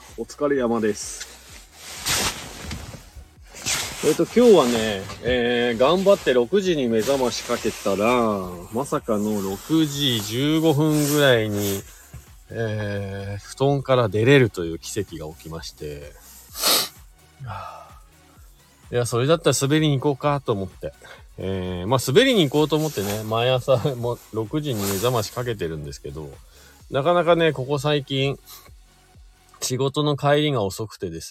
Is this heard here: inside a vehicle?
yes